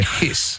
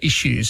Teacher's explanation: But we tend to say issues. We put a sh instead of s sound. · Shown in: second take